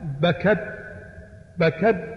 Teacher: لو أعدمنا الهمس بالتاء، لاحظ بكد، بكد تميل إلى إيش؟ إلى الدال